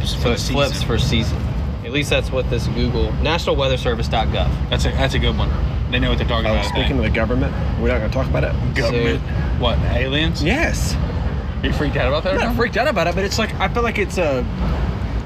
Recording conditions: busy venue